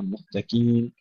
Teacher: نفخم القاف ولا نهمسها